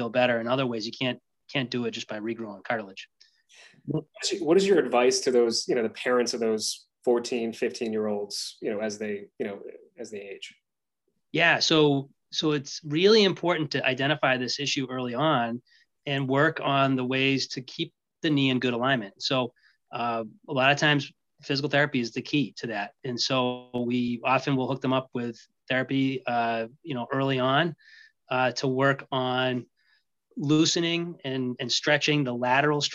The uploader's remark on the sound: in this LIVE webinar!